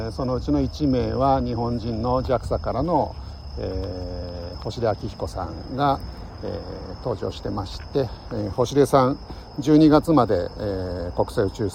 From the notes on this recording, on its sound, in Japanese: LIVE 野毛大塚古墳から国際宇宙ステーション中継。